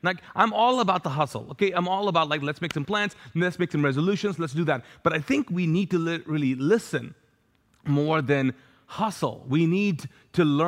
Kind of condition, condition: setting, large echoing room